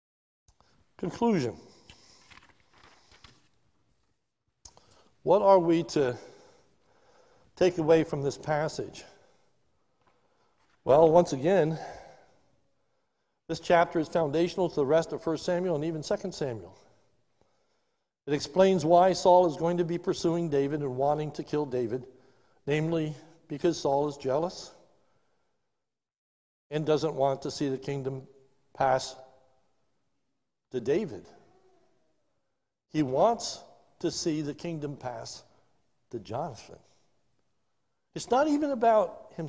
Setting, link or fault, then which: setting, large echoing room